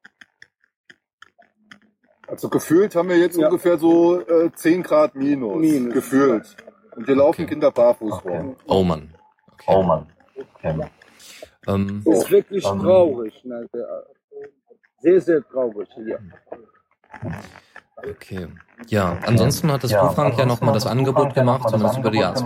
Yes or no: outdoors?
yes